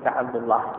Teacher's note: فخمت اللام تعظيما بعد الضم وبعد الفتح